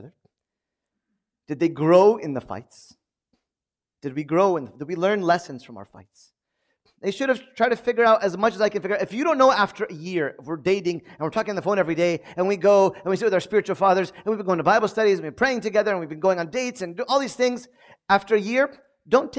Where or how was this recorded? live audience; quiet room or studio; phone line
live audience